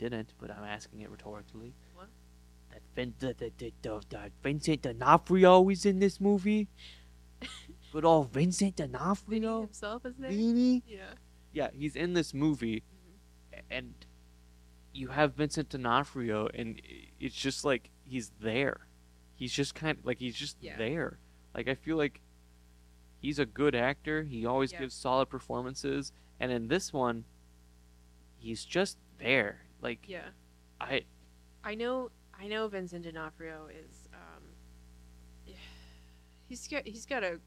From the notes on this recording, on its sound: We know the audio is rough!